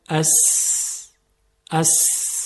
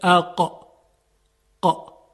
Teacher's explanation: سین صداش پرش نداره، پرتاب نمیشه، بلکه صورت ساکن تلفظ میشه، اما قاف پرتاب میشه، اقا قا. این پرتاب صدای قاف رو بهش میگن قلقله.